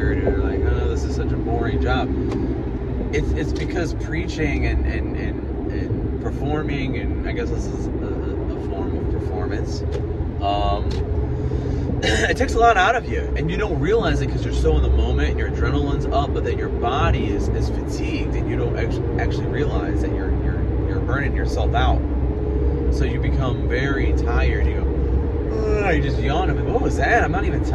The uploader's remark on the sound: First driving episode via [VIDEO]. I decided to try doing some driving episodes with video!